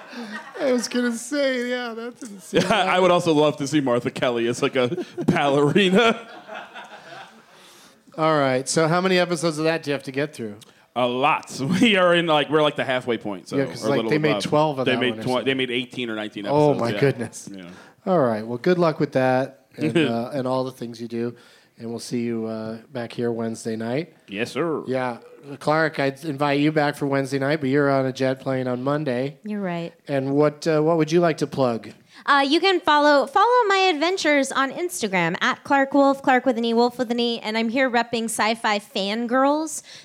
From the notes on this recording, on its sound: Live from The Highball at Fantastic Fest in Austin